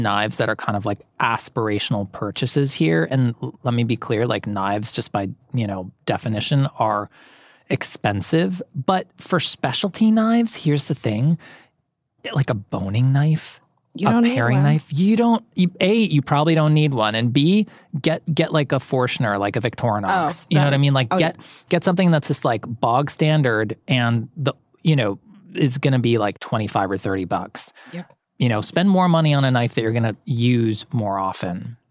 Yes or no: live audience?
no